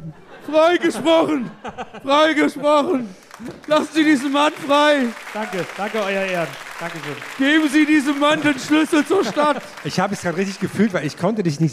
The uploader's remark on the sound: Wie ein U-Boot sind wir in Monheim aus dem Rhein aufgetaucht und haben uns direkt am örtlichen Geysir niedergelassen. Live in Monheim.